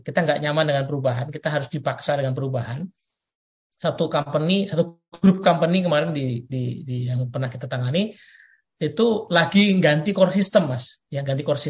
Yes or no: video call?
yes